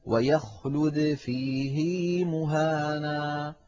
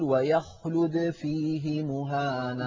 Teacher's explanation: روى عن شيخه عاصم صلة هذه الهاء بياء لفظية، مع أن ما قبل الهاء ساكن وهو حرف الياء · Shown in: first take · كان القاعدة أن يقول: ويخلد فيه مهانا، بدون صلة.